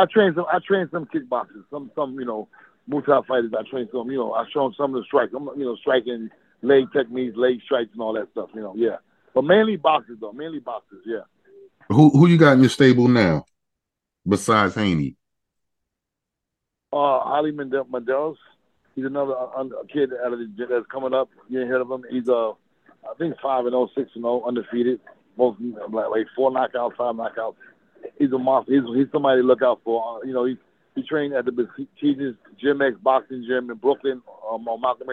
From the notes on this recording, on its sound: The phone interview was live